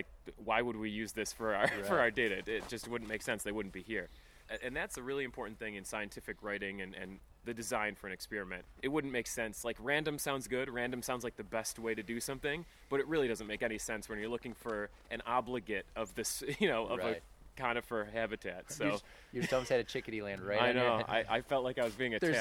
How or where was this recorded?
outdoors